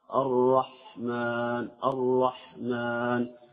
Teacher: قال بعض الناس الرحمن خطأ، الرحمن الرحمن في هدوء من غير أن تقلقل الحاء · Term: عدم الهمس